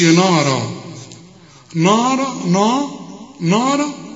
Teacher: يبقى النون بالمد بتاعها مرقق نارا، الراء هي المفخمة لأن كل راء مفتوحة مفخمة.